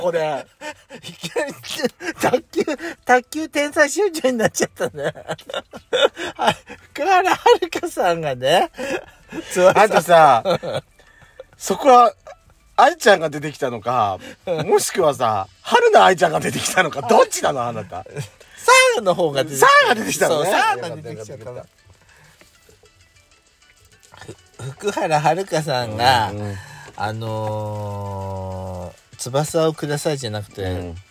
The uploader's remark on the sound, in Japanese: パーキング収録。